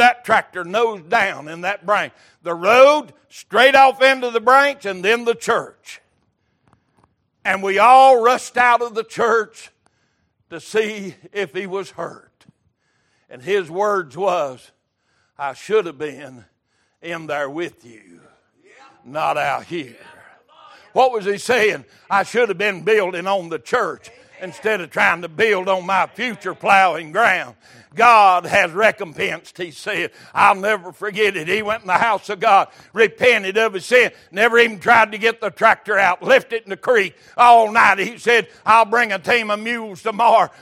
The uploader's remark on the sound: Recorded February 5, 2023 - Sunday Morning Service